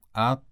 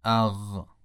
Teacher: اونجایی که صدا قطع میشه و بعد شنیده میشه قافه، اما اونجایی که قابل امتداد هست و نرم هست غینه. من اگه بخوام غین رو به صورت ساکن تلفظ بکنم تا وقتی نفس دارم میتونم امتداد بدم، مثلا میگم اغ، اما قاف اینطور نیست، میگم اق، صدا گیر میکنه.